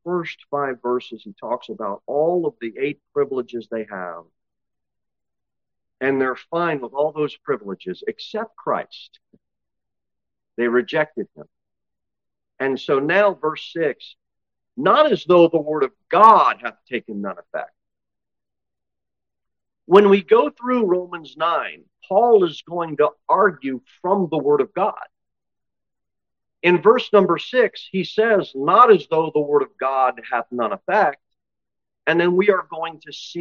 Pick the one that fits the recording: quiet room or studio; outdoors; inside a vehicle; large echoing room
large echoing room